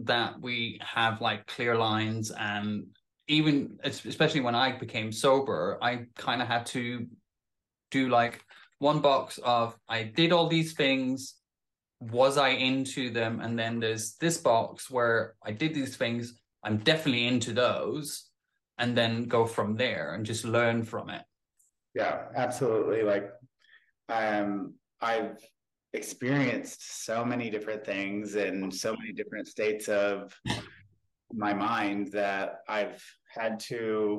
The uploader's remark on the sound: Zoom